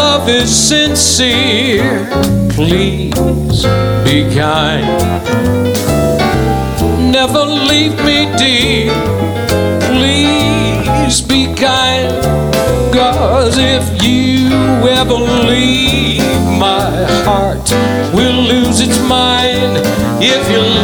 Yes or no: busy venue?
yes